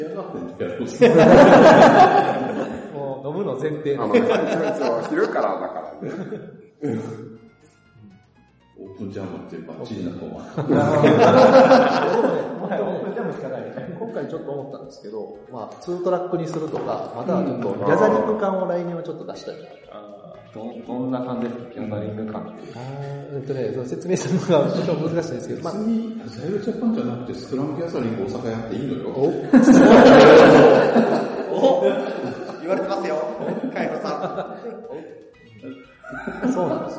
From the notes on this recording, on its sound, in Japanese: アジャイルジャパン大阪サテライトに行ってきたよ！今回は、スクラム道関西メンバーが、アジャイルジャパン大阪サテライトを開催したので、 参加した方を交えて、収録を行いました。